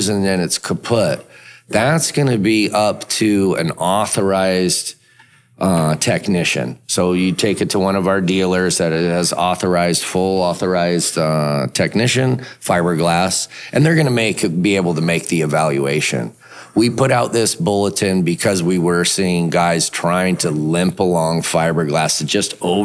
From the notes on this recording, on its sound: This episode was recorded at Underwater Interventions 2023 in New Orleans, LA.